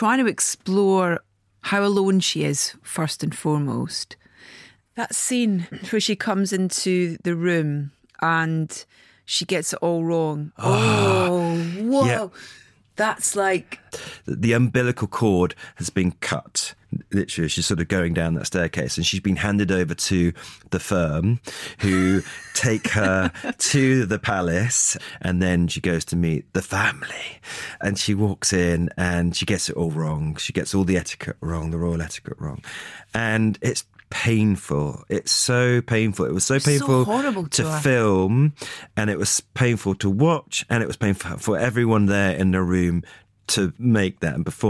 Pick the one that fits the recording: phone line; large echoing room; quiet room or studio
quiet room or studio